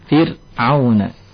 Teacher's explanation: Fir, tidak boleh ditebalkan, tipis. · Term: ra yang tipis